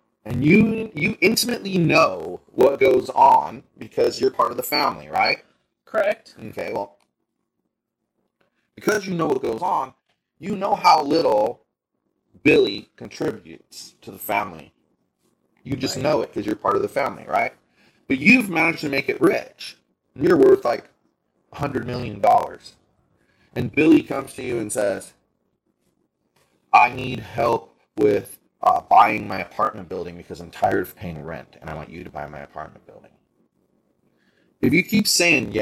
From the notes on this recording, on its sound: WARNING: The audio in this podcast has a slight click when we speak. We did our best to filter this out and it is much better than the raw audio. We apologize in advance for the poor sound on this episode.